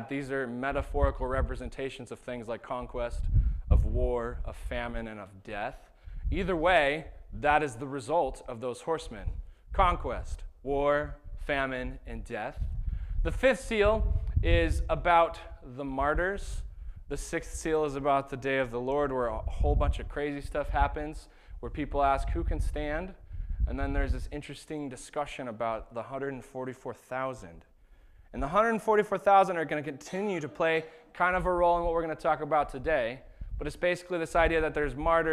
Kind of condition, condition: setting, large echoing room